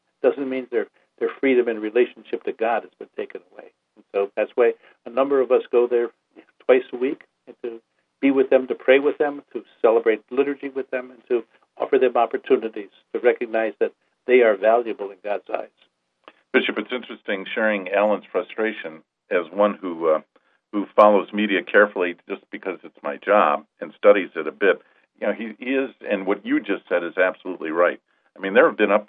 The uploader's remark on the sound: On this live call in program which aired 01-20-16.